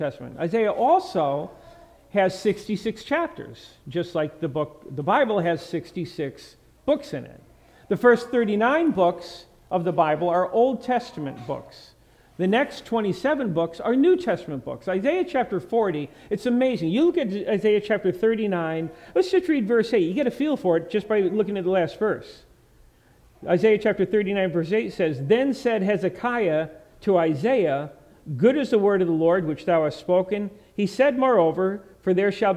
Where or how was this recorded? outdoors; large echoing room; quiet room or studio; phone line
large echoing room